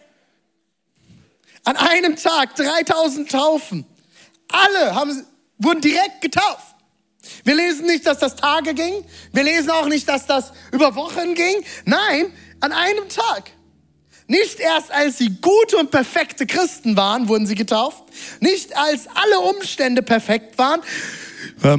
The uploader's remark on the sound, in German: Zeal Church Leipzig. Audiomitschnitt der Predigt.